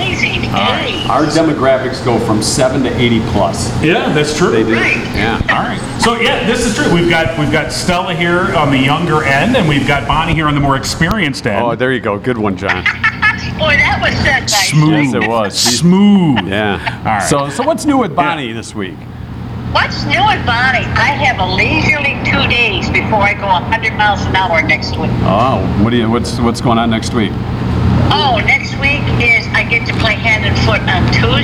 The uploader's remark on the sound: We continue the Summer Splash Party on location at Uptown Coffeehouse in Downtown Howell with espresso shots for everyone!